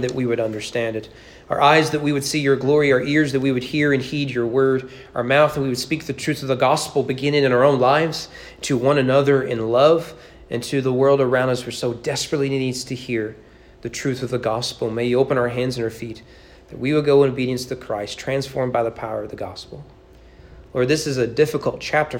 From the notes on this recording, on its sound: Preached at East Frankfort Baptist Church on July 3, 2022 during morning worship.